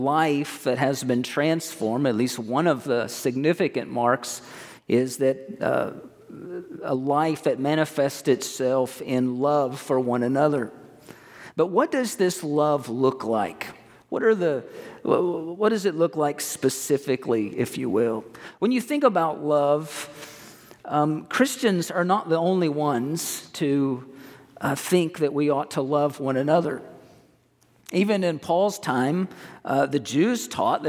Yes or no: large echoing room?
yes